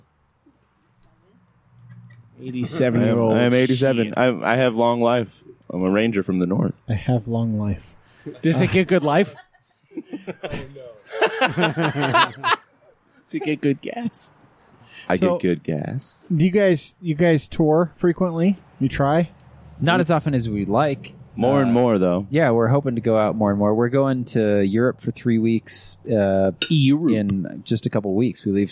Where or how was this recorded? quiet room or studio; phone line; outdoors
outdoors